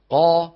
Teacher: فيها استعلاء لكن ما فيها إطباق